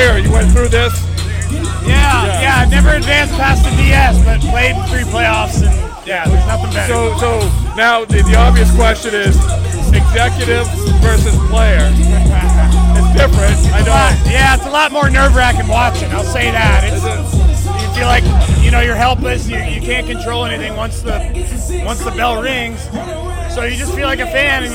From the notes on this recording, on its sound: in the midst of the Phillies' celebration